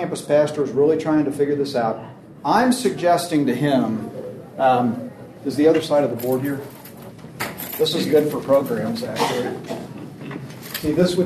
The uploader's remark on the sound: This episode is from Exponential, recorded at the National Disciple Making Forum.